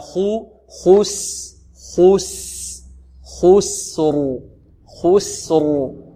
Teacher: نفخم الخاء، نرقق السين، نفخم ماذا؟ نفخم الراء